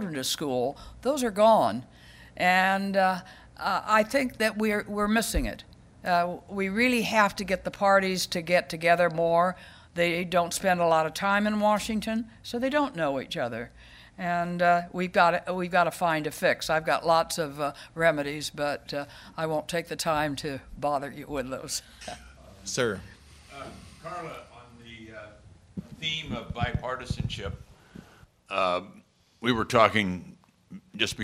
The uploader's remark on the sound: At the Council of American Ambassadors' Spring Conference, Global Tour d'Horizon